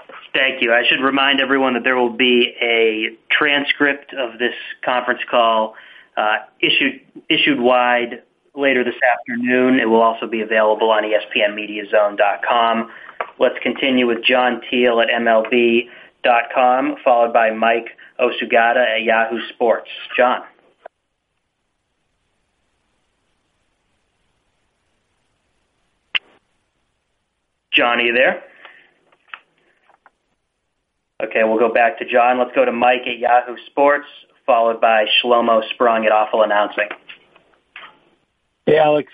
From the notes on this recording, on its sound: Sunday Night Baseball Conference Call